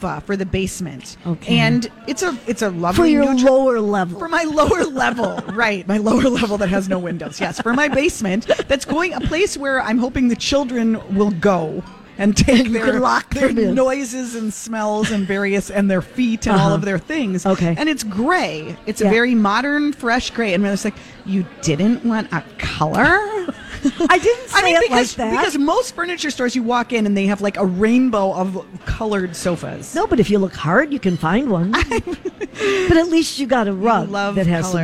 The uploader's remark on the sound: Live at General Store of Minnetonka for Mother's Day weekend.